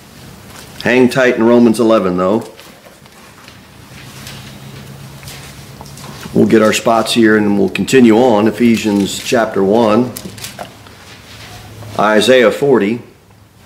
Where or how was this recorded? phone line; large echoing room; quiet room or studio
large echoing room